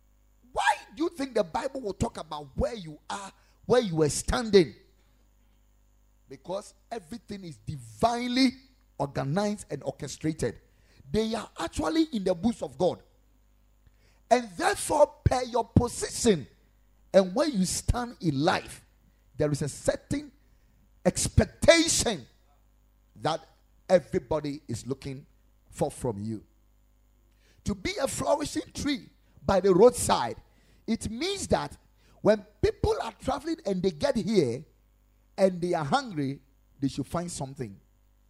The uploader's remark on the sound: Preached at Ekklesia Chapel.